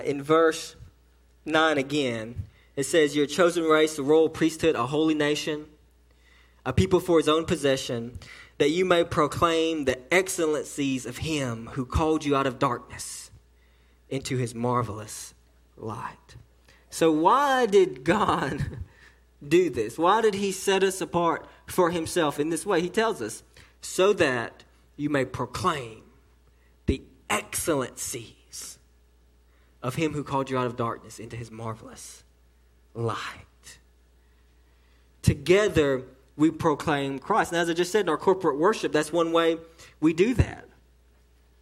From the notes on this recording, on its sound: sermon delivered to Cottondale Baptist Church in Eastman, GA on 8/12/18 during the 6pm service